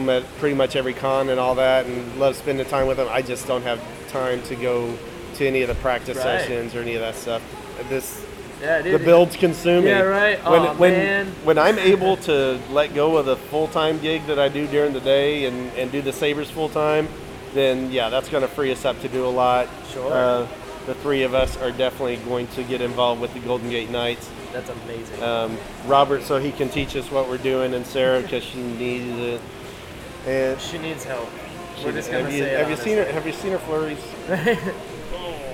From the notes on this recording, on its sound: I apologize for the background noise/music/stuff. I was still getting the hang of the recorder at the time.